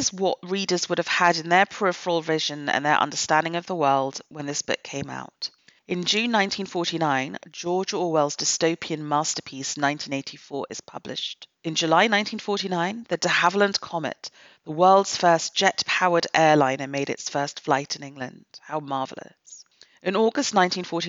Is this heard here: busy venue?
no